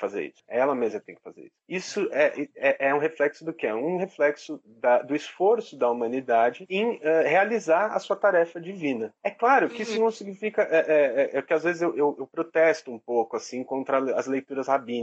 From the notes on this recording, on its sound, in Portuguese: excertos do áudio da conversa realizada ao vivo no instagram